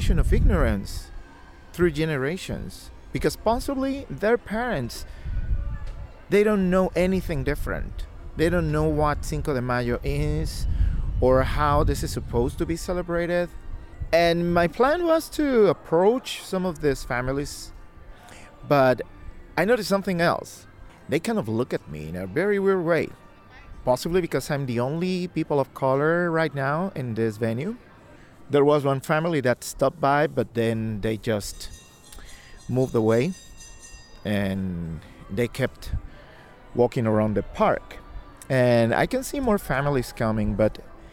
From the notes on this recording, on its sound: Recorded at the Holyoke Merry Go Round, during the celebration of Cinco de Mayo for Kids